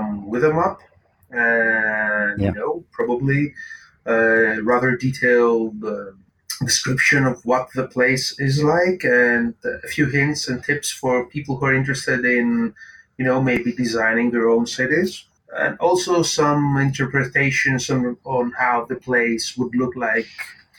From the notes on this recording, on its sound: Apologies for the drop in sound quality during this interview, sometimes there are issues that are beyond our control.